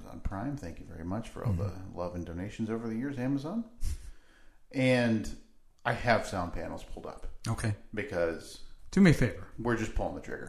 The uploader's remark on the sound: The acoustics sound a bit off today.